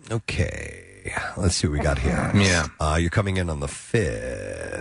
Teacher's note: she did do the vocal fry thing quite a bit